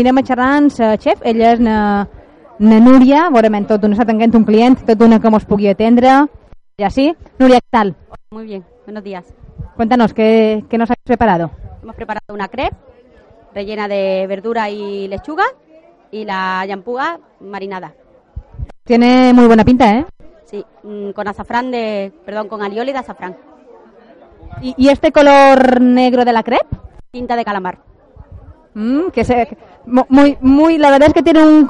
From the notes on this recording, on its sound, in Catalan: Especial XV Mostra de la Llampuga. Programa en directe des del moll de Cala Rajada.